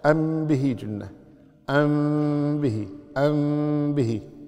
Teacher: ميم ساكنة جاء بعد حرف الباء تخفي الميم، تخفي مثل ما قلنا قبل قليل، يعني يبقى أثرها. · Term: الإخفاء الشفوي